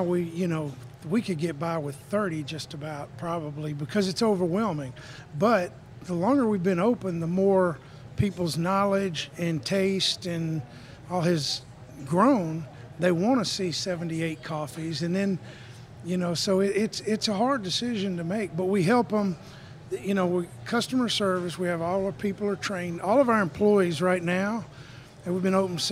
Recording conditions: busy venue